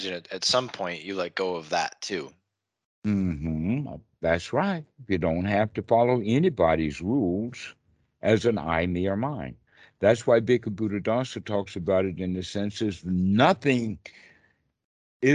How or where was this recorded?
video call